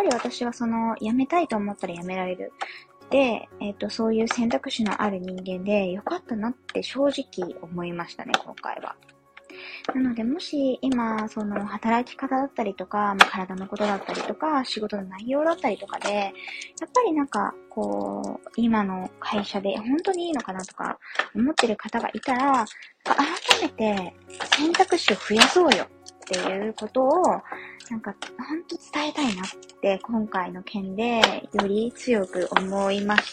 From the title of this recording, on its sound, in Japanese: 雑音入り